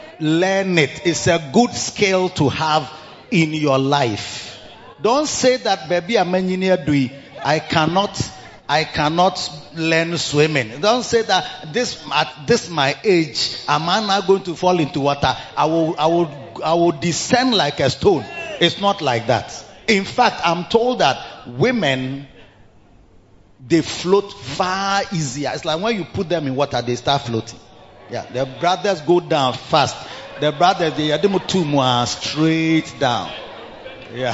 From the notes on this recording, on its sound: Preached at the Victory Secrets Service - The Makarios Church, HQ